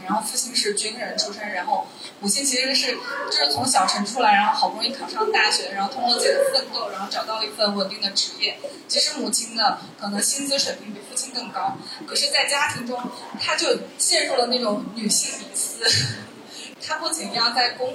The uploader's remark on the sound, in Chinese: 现场观众写的纸条